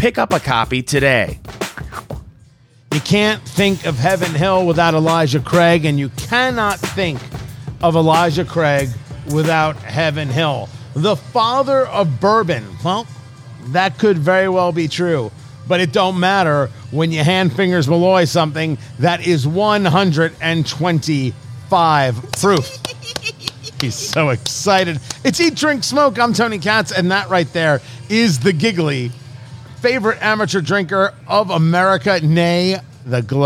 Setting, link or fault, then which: setting, busy venue